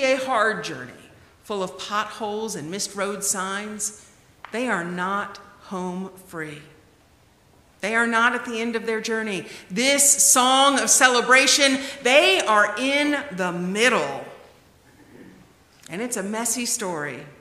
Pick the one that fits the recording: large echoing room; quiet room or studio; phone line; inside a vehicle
large echoing room